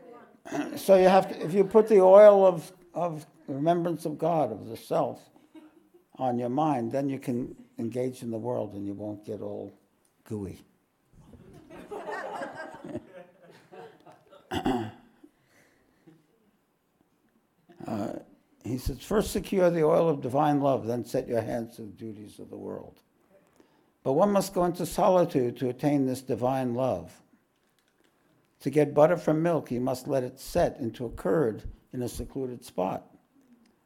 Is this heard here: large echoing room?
yes